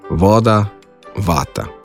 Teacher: Pred samoglasnikom se fonem V izgovarja dvoustnično. To pomeni, da zobe rahlo prislonimo k spodnji ustnici.